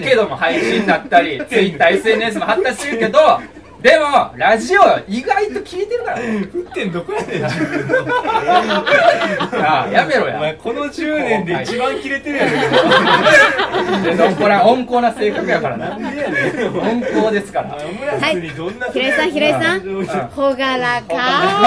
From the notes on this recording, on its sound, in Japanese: 初の外収録atブドリさんにて。松山市大街道にあるレストラン「ブドリ」さんにて収録。